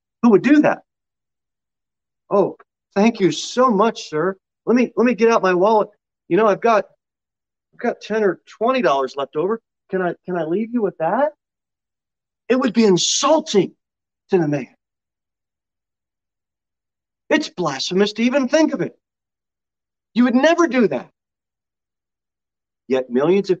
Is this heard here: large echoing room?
yes